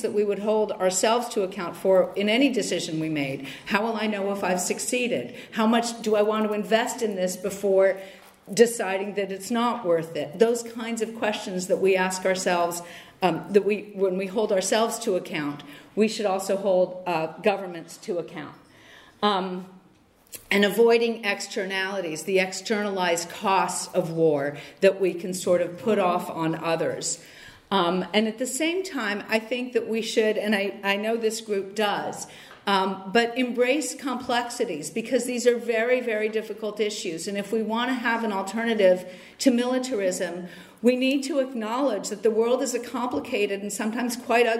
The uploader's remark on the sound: Lecture on the conference "70 years: no peace with NATO" by Rosa-Luxemburg-Stiftung in Frankfurt, Germany.